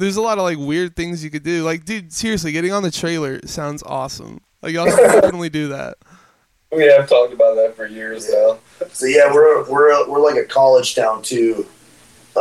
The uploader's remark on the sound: Sorry for the audio issues!